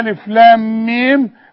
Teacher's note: ميم مع ميم ادغام بغنة